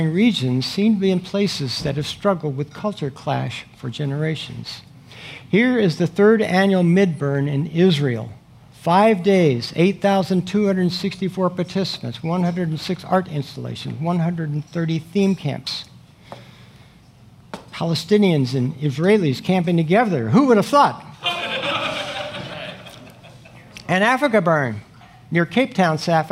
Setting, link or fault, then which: setting, busy venue